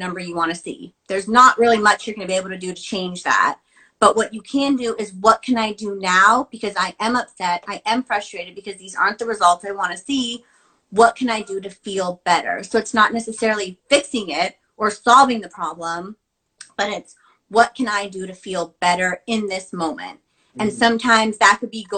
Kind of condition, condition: link, video call